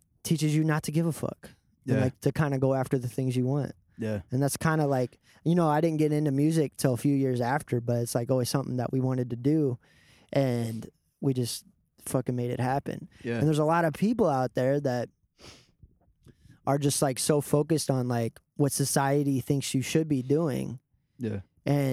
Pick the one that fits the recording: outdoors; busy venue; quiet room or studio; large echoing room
outdoors